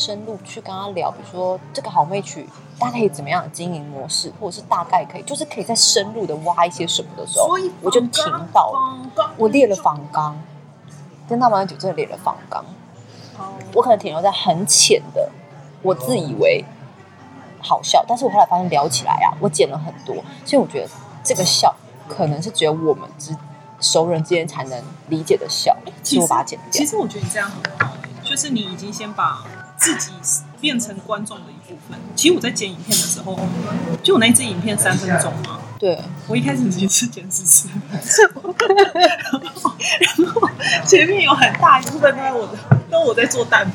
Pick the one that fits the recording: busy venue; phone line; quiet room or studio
busy venue